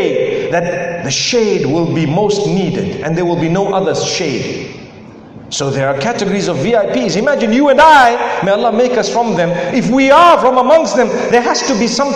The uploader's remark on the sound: A lecture delivered in Georgetown Guyana at the Inspire Convention.